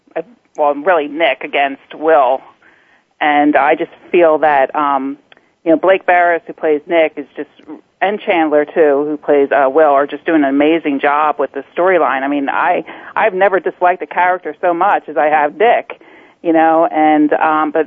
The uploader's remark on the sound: Soap Central Live is, as the name implies, broadcast live every week. Opens the phone lines to fans.